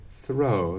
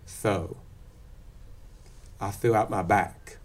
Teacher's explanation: a lot of folks remove R in th-r sequences · Shown in: second take · So instead of throw, they'll say thow.